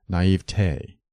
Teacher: It is acceptable to stress the middle syllable, naivete, but the weight of authority favors the primary accent of the final syllable, naivete, which should rhyme with day, never with tea.